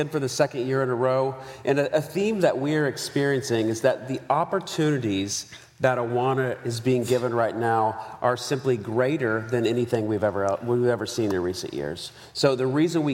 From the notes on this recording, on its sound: Live from the 2023 Child Discipleship Forum